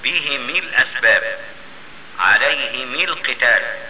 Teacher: إذا كان قبل الهاء كسر أو ياء ساكنة أبو عمرو يقرأ بكسر الميم تبعا للهاء